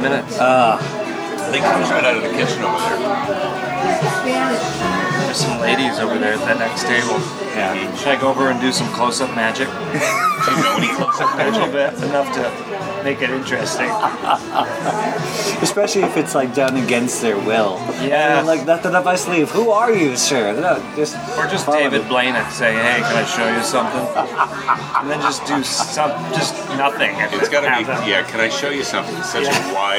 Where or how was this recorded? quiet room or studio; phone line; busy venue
busy venue